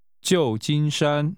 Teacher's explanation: This is pronounced with a falling tone 旧, and two high-level tones.